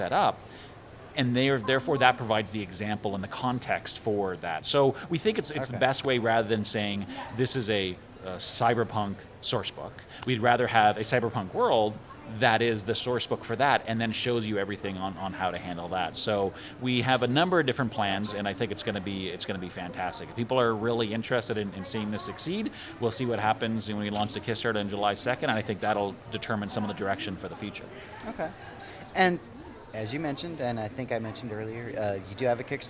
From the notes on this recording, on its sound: The SwarmCast was at Origins 2019, and we recorded with some pretty cool folks!